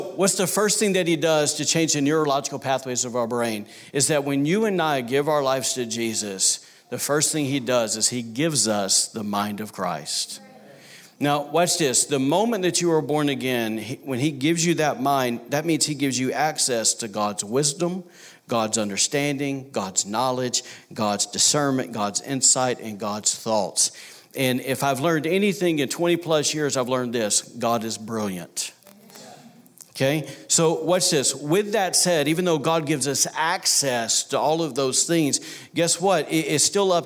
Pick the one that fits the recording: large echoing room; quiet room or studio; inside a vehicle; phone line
large echoing room